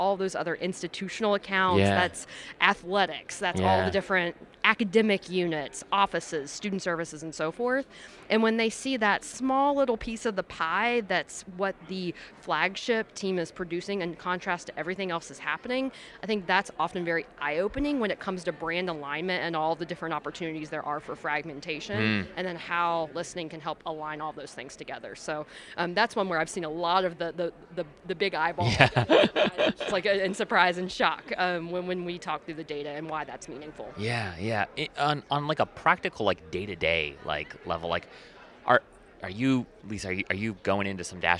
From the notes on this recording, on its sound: This episode was live recorded at the 2023 AMA Symposium for the Marketing of Higher Education.